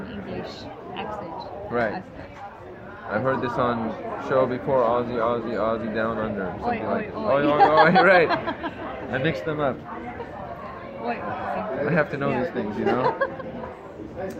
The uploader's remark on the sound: This one was recorded on my phone outside a restaurant in Beverly Hills, so the quality is a bit more phone quality with some background sounds from people.